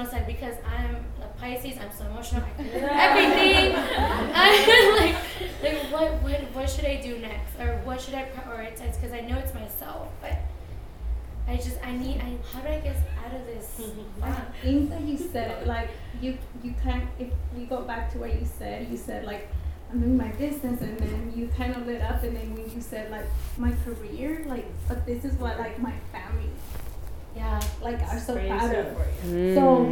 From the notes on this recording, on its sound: Austin Event Panel Discussion. Panel discussion with the amazing speakers we had at our Mujerón Movement Austin Event!